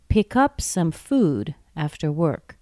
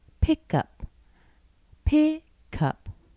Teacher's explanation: I've taken the phrasal verb, I stress the first part or the first word · Shown in: second take